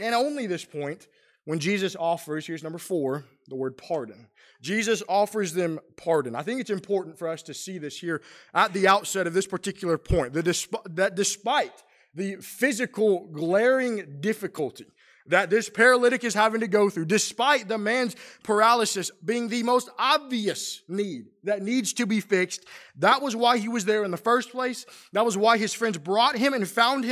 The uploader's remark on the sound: Preached during the PM worship service on at the Roanoke CofC